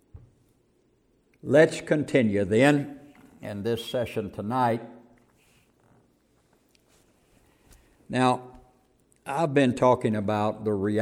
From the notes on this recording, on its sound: 2020 CMI Conference - Session 02